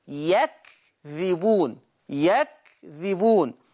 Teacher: طيب عندنا كمان كلمة ولهم عذاب أليم بما كانوا يكذبون. ورش يقرأ حفص يقرأ بفتح الياء وسكون الكاف وكسر الذال